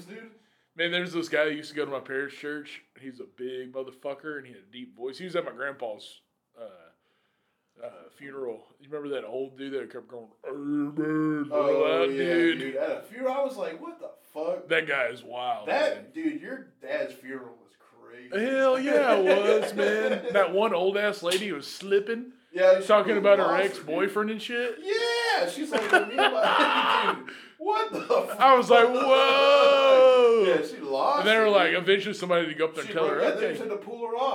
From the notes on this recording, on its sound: Folks the sound on this isn't the best, we had a recorder problem. The sound on this isn't the best, we had a recorder problem and tries to record this two weeks in a row, some type of curse. It's like the old days, still listenable but you'll wanna crank it.